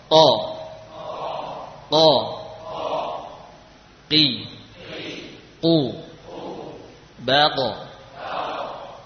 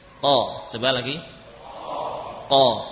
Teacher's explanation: huruf qaf ini berasal dari pangkal lidah ditempelkan kepada langit-langit